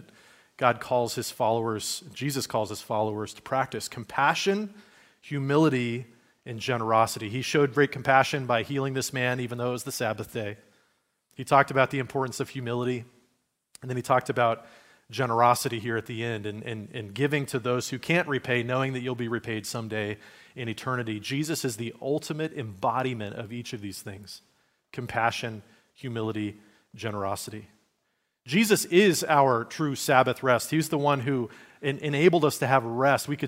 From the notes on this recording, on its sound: Message given at Liferoads Church in Spokane, Washington, on Sunday, March 26, 2023.